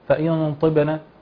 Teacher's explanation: نلاحظ أن الطاء مفخمة تفخيما كاملا وليس تفخيما نسبيا